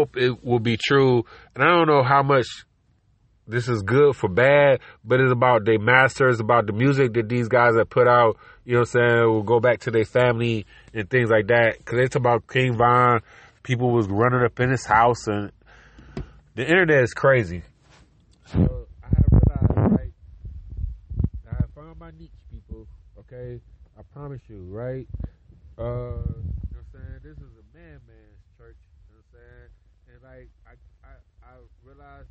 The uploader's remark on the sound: car record in the road